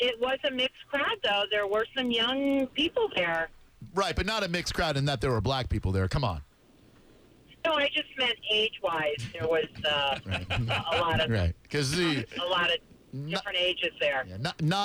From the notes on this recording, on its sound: On the phone.